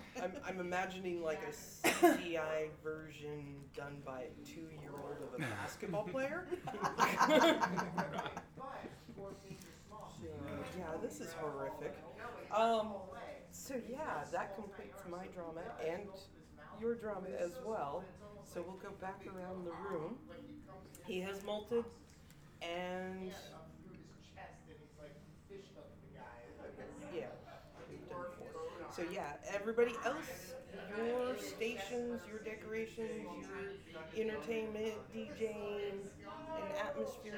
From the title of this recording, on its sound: Live from CondoCon